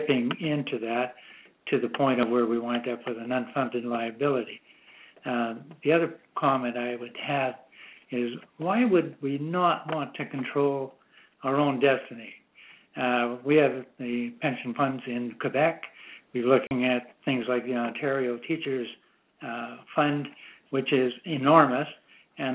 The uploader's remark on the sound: Calgary Telephone Town Hall